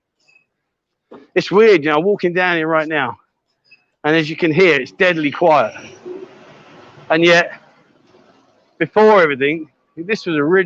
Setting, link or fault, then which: setting, outdoors